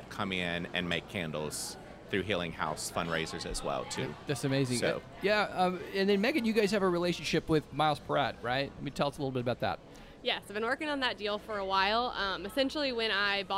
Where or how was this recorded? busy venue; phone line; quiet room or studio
busy venue